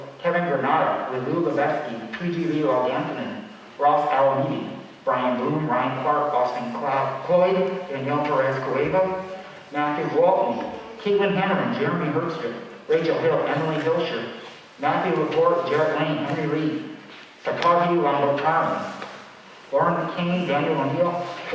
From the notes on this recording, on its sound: at the Negative Space open mic; Cleveland, OH